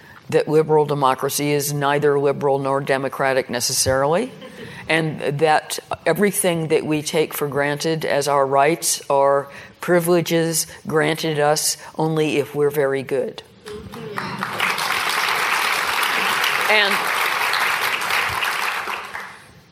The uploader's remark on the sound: Our second Planet Normal live event is broadcast from the IET in London. Take questions from the live audience.